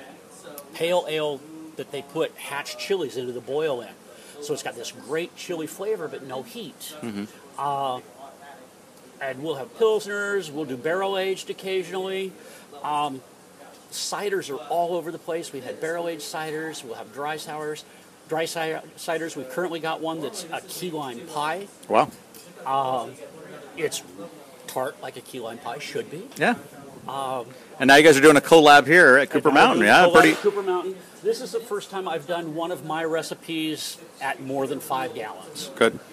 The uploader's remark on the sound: Recorded at Cooper Mountain Ale Works with the Hops on Tap Crew.